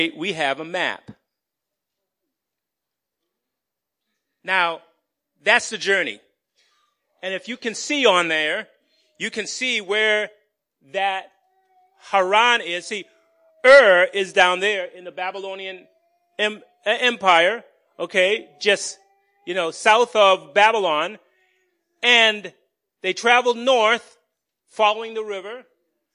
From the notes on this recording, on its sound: Recorded on 2017-03-19 at the 8:30am Service.